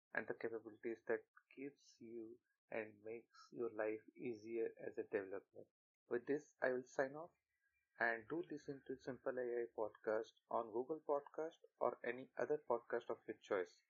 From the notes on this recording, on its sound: Apologies for the audio quality of this episode. Due to some reasons I am not bale to record at my original place and on top of it I am still not able to procure quality recording equipment due to budget constraints.